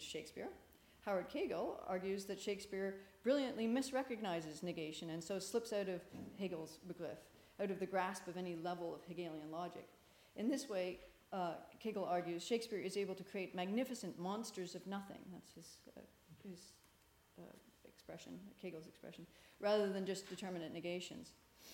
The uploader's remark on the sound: This talk is part of the Shakespeare and Hegel symposium, held at Garrick's Temple to Shakespeare (Hampton, London) on April 1, 2017.